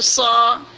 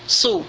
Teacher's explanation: sa sudah jelas lebih tinggi daripada su